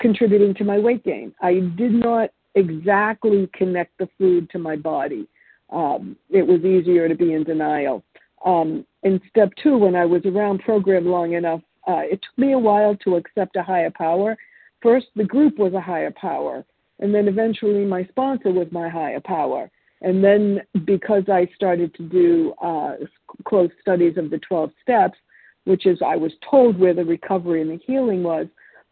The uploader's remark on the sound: from the 100 Pounders Phone Meeting, 10/23/23